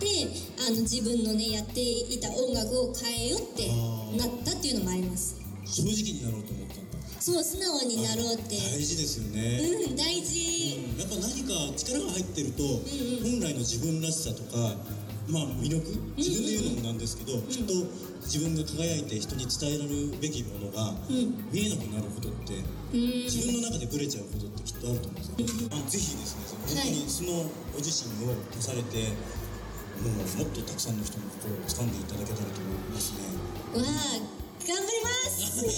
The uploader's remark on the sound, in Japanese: 初の公開収録編。会場と一緒に楽しく盛り上がった様子をお届けします！西武船橋タワーミニとのコラボイベントにて収録。